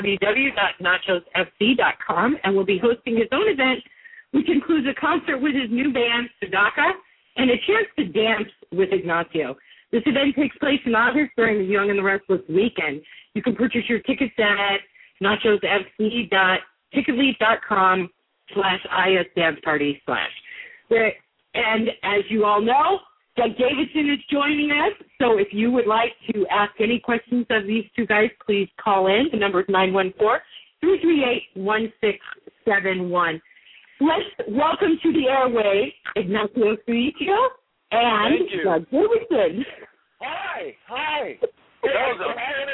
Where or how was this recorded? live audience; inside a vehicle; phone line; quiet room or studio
phone line